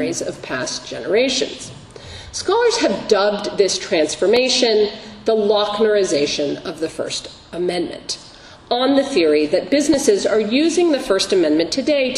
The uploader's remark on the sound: Recorded October 5, 2015, as part of the Law School’s First Mondays luncheon series.